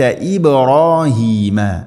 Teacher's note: ഇബ് ബാഇനെ ഖലഖല ചെയ്യണം, ശരിക്കും കേൾക്കണം